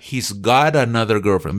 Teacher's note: cuando se une en una oración, esa t, que es un sonido vocal, el gringo lo hace como una d